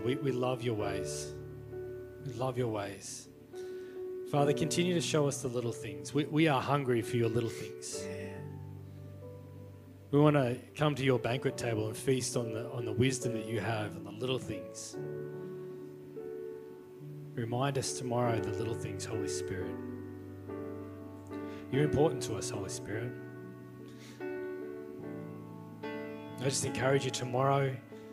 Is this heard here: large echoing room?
yes